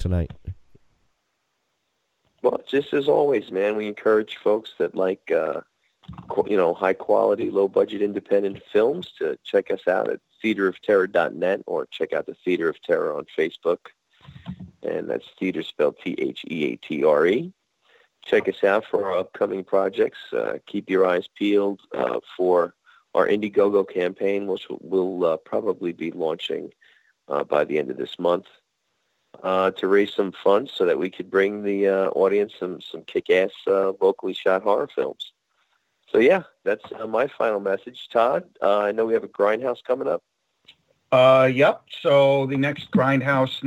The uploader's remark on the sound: call